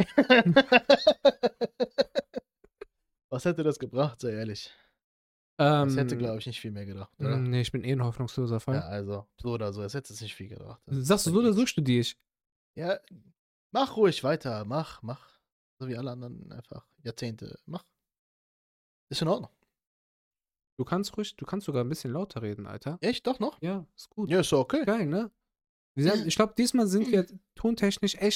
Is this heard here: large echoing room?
no